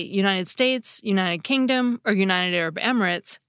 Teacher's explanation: some speakers find it easier to just leave their nasal passage open when they say the T sound, instead of closing it off again so soon. · Term: nasal alveolar flap